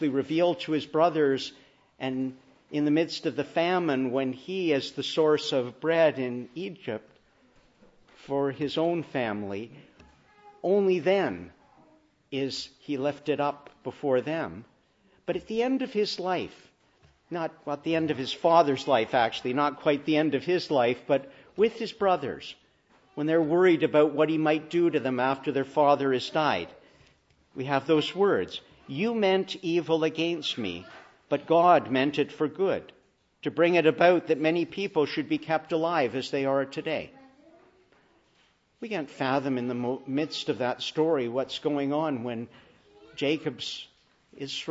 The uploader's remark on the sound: Morning Service. Preached in the Annunciation of the Blessed Virgin Mary on Passion Sunday (Lent 5).